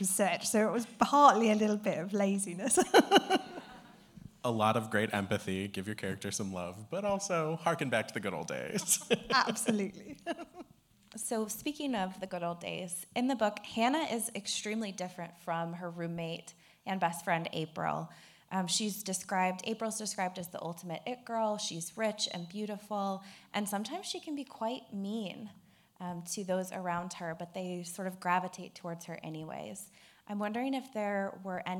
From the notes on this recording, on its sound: The Cuyahoga County Public Library, Parma Snow branch. Cuyahoga County Public Library for hosting and recording this amazing event.